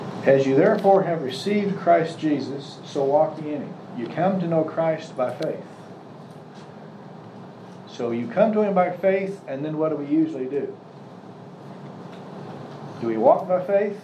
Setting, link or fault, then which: setting, live audience